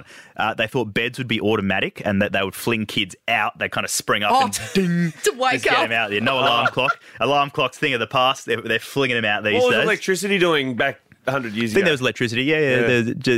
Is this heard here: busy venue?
no